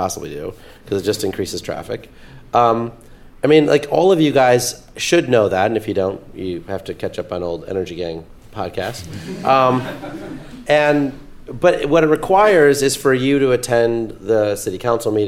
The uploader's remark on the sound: Live From New York. Joined us on stage for a lively discussion. With a little audience Q&A mixed in, too.